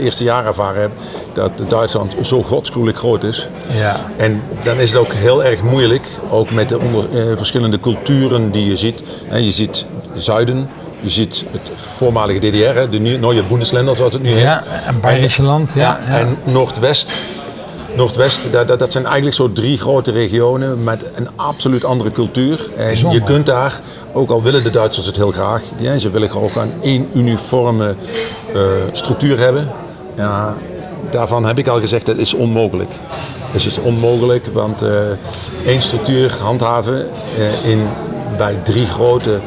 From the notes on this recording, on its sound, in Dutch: Dit gesprek is opgenomen in een vol restaurant langs de snelweg!